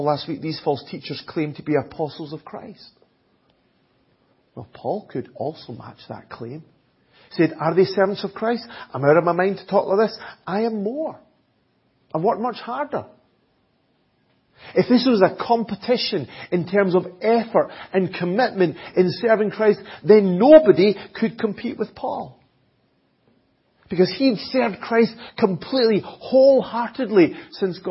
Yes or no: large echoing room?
yes